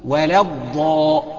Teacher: يبقى اللام مرققة والضاد مفخمة والالف اللي بعد الضاد نفخمها نظرا لانها وقع بعد مفخم